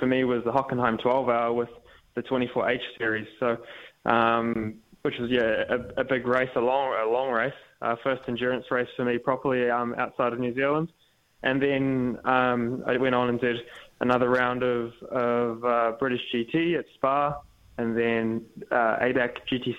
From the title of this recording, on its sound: dials in from Germany